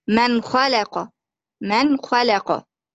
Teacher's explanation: ميم فتحة ما نون ساكنة ومظهرة قبل الخاء المفتوحة · Term: الإظهار